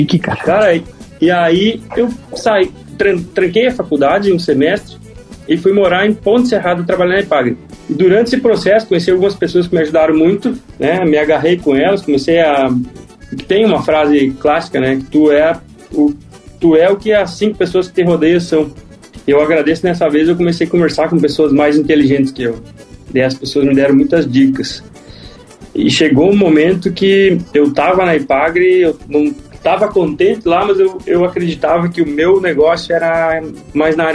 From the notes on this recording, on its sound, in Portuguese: participou como convidado de uma live no Instagram